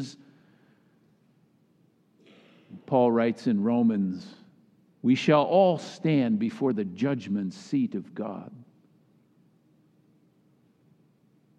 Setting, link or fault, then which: setting, large echoing room